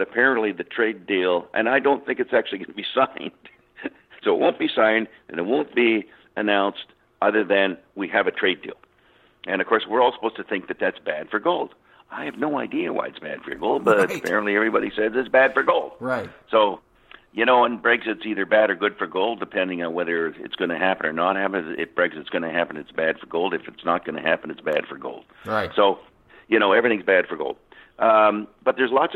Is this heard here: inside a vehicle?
no